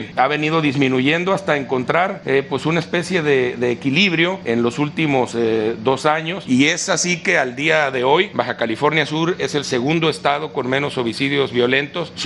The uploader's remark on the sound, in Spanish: Conferencia de prensa en vivo, desde Baja California Sur.